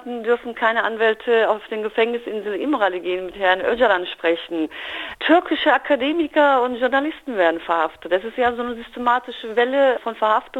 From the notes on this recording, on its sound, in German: per Telefon zugeschaltet